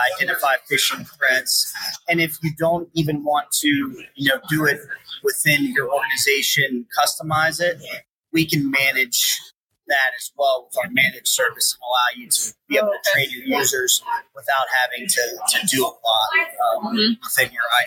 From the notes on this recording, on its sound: Recorded at TribalNet.